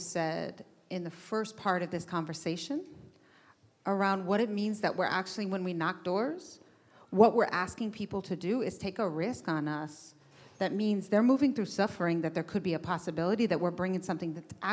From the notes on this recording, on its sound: This conversation was recorded at Auburn Seminary's December 2019 Mountaintop Gathering in Oakland, CA.